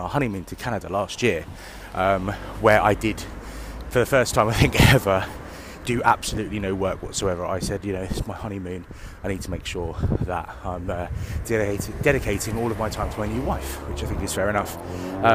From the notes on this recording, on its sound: Walk & Talk.